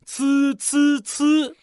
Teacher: 所以，“呲”是送气声母，发音的时候，口腔要喷出气流哟。